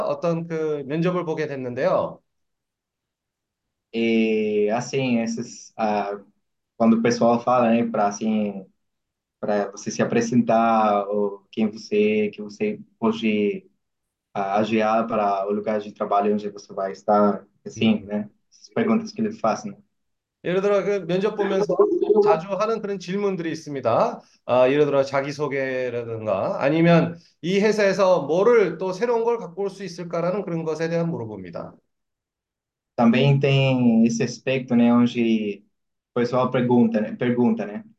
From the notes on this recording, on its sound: Zoom meeting.